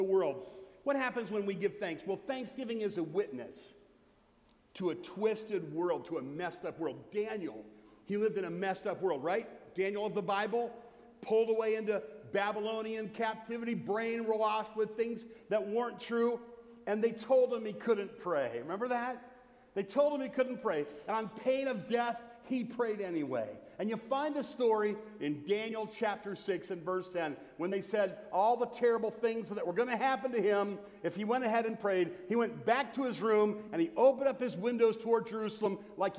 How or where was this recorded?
large echoing room